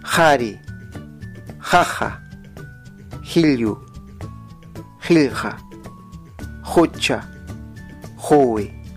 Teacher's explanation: Ahora, cabe agregar que este sonido en el quechua ayacucho chanca ha evolucionado y es muy similar al sonido J del castellano, pero más pronunciada, más raspada, lo que fonéticamente se conoce como fricativa posvelar sorda. Así que en quechua ayacucho chanca suena así: jari, jaja, jilyu, jilja, jocha, jowe.